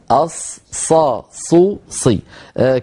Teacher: استعمال الشفتين في نطق حرف الصاد أمر دخيل على التلاوة، فلننصح إخواننا علهم يتركونه ويعودوا إلى الصاد الفصيحة التي هي كالسين وكالزاي من حيث المخرج